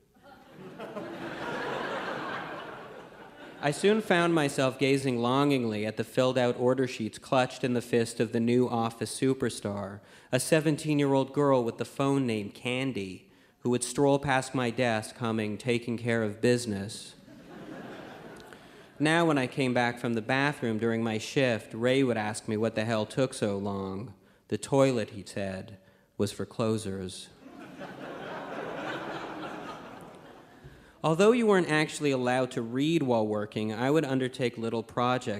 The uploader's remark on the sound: Live from the Winnipeg Comedy Festival